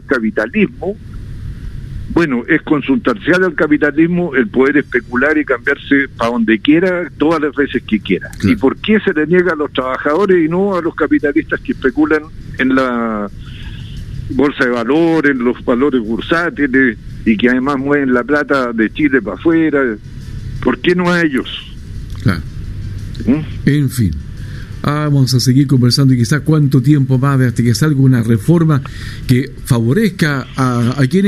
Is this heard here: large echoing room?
no